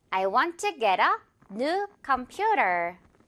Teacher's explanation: 우리 new 부분 예전에도 배웠는데 너무 new 하지 말고요. 조금 더 편안하게 new 쪽으로 우 발음으로 한번 가보면서요. computer 강세도 신경 쓰고 one more time.